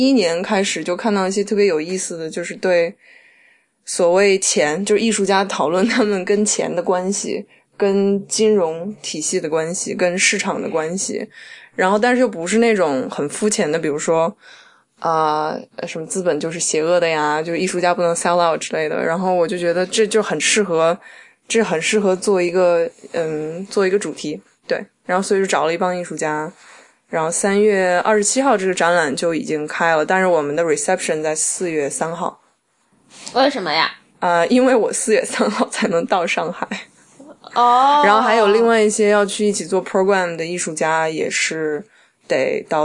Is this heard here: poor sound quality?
no